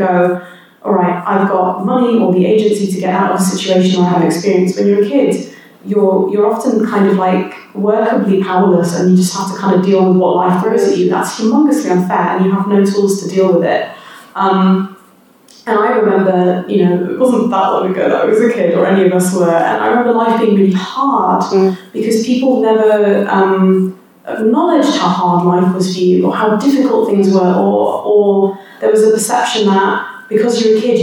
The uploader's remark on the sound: Recorded at Reclamation 2022, the British Science Fiction and Fantasy Fan convention.